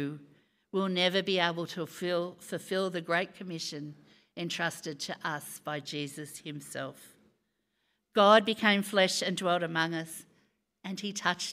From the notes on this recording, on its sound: Recorded live on Sunday, 5th June.